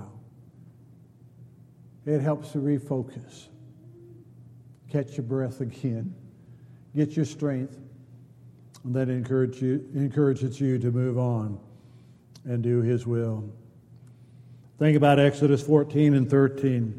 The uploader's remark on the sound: Downtown Church Of Christ Audio Sermon